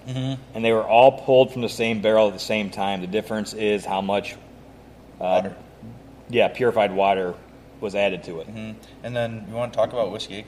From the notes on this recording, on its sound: The guys are recording from the Whiskey Acres Visitor Center.